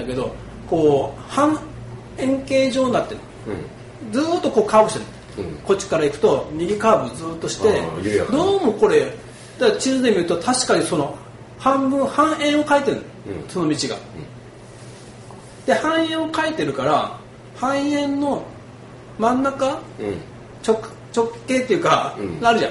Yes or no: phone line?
no